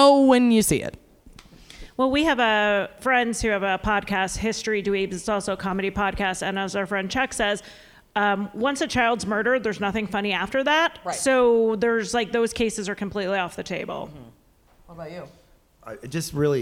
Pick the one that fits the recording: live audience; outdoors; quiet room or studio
live audience